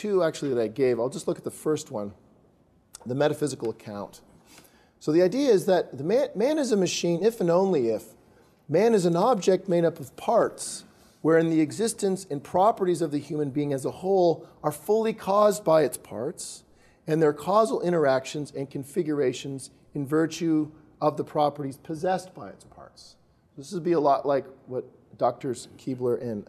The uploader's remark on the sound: This Panel Discussion was part of the Science and Faith Lecture Series at Franciscan University of Steubenville.